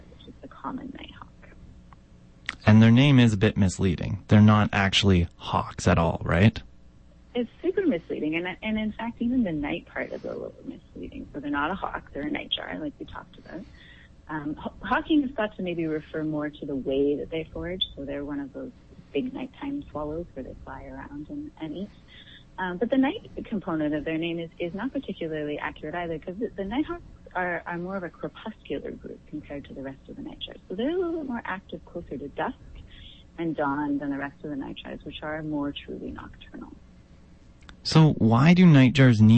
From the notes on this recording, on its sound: joins me on the line from Edmonton